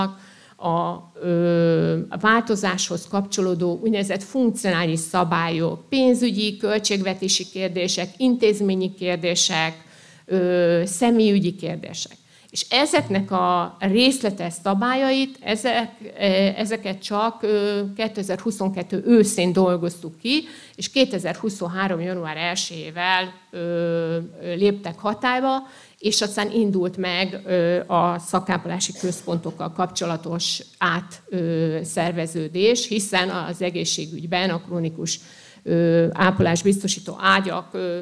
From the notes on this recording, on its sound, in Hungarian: Előadása a SZOSZAK konferencián. Országos Szociális Szakmai Konferencia” első napján hangzott el, Zalakaroson.